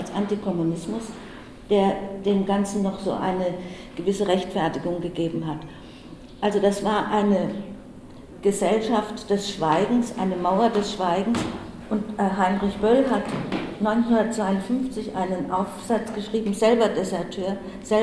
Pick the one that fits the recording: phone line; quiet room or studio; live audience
live audience